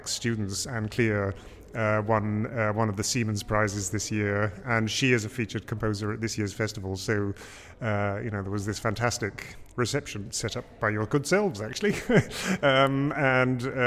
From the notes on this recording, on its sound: at the 2019 Huddersfield Contemporary Music Festival